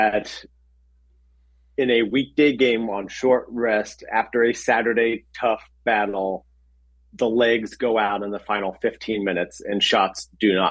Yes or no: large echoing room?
no